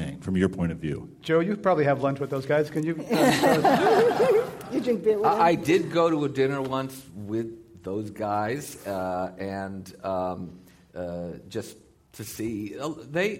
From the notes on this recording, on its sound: This program was recorded in front of a live audience at the Commonwealth Club of California on December 16, 2014.